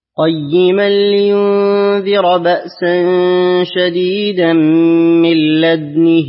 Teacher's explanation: نسكن الدال، نضم الشفتين بالإشمام، نكسر النون والهاء مشبعة، بعدها ياء